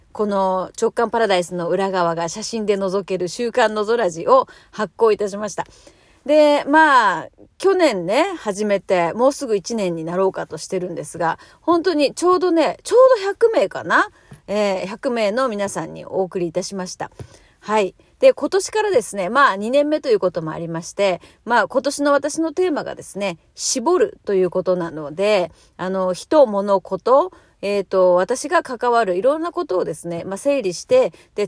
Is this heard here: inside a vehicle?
yes